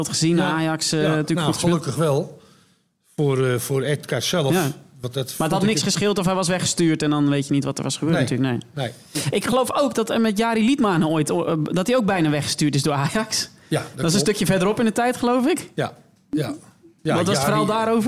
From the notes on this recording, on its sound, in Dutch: een aantal toffe gesprekken op voor publiek